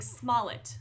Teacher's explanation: Two syllables, stress on the first syllable.